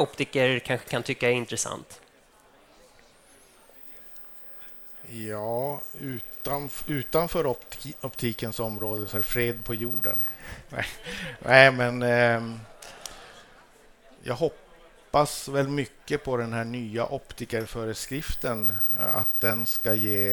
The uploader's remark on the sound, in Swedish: Ett exklusivt liveavsnitt av OptikerPodden. Sänder vi LIVE från Optikmässan 2024 på STOCKHOLM WATERFRONT CONGRESS CENTRE!